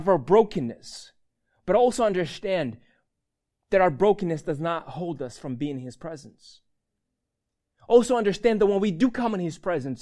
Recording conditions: large echoing room